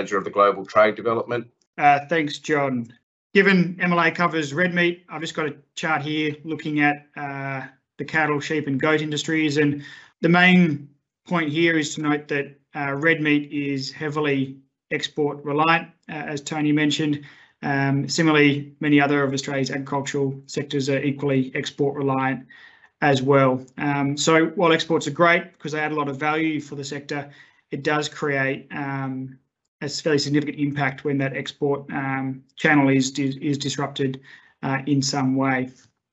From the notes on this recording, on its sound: Industry and government experts fielded questions on a live webinar this week